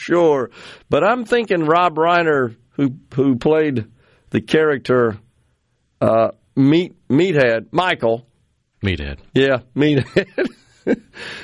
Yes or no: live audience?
no